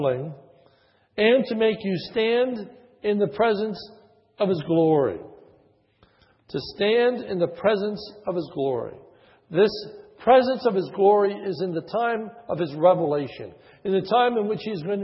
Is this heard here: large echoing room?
yes